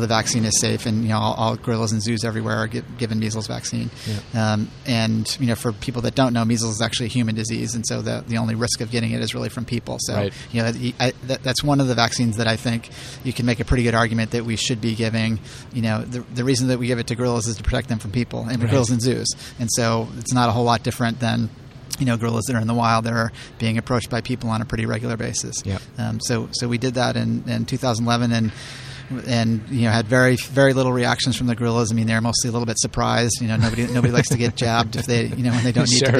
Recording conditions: busy venue